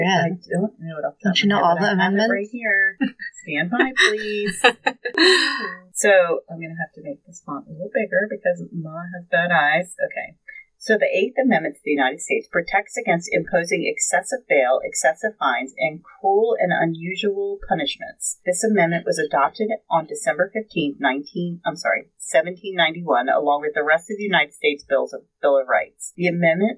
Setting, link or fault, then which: fault, poor sound quality